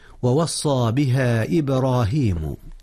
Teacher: قلقلة في باء إبراهيم